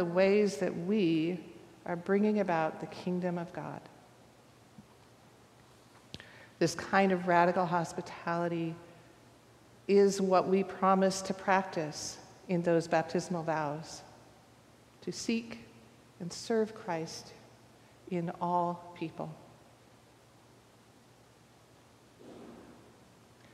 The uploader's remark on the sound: recorded live at the 10:00am service on Sunday, July 2, 2023